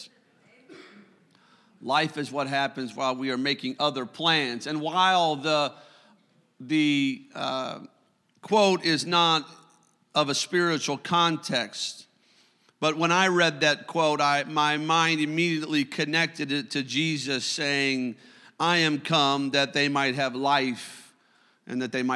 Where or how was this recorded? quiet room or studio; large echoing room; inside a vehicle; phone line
large echoing room